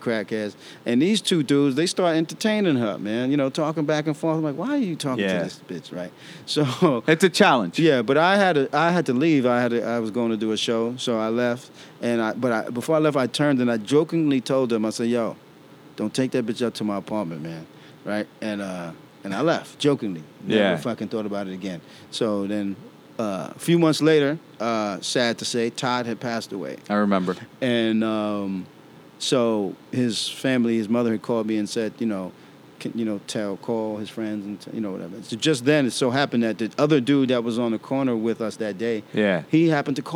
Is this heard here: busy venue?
yes